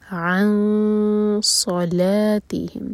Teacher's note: صلا صاد heavy, لا light · ہم عن صلاتہم، عین کے بعد جو نون ہے ایمٹی ہے، اس کے بعد صاد، دیٹ مینس کہ ہم نے ہیوی اخفا کرنا ہے. صاد کے لیے زبان تیار کریں گے اور نون کی آواز کو چھپائیں گے اور 2 سیکنڈس کا ٹائم دیں گے.